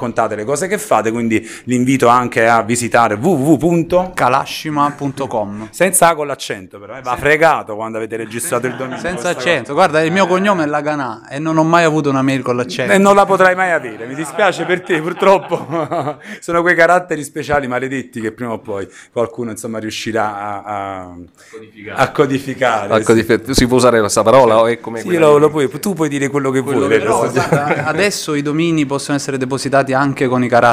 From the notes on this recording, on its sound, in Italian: Una band Salentina. Siamo in una zona recondita del Teatro Bolivar, per il Festival Nu' Traks il retropalco.